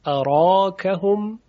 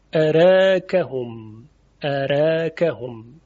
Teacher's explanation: دو وجه وجود داره: هم فتح و هم تقلیل. یعنی هم میتونیم بگیم اراکهم به فتح، اراکهم، که طبیعتاً حرف را هم تفخیم میشه، اراکهم، و هم میتونیم تقلیل کنیم، اراکهم، اراکهم.